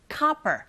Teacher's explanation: O 자체의 철자에 강세가 가게 되면 O가 아닌 아 소리로 발음하게 되죠